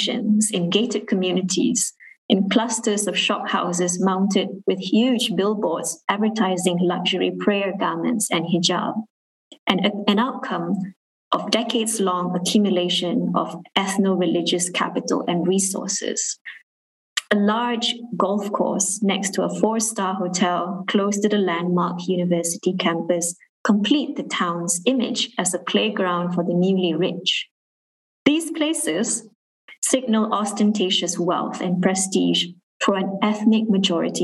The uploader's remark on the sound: was recorded during a live webinar event